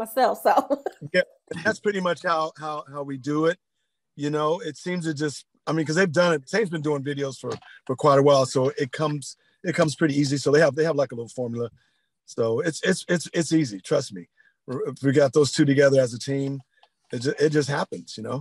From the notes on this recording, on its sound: Recorded via Zoom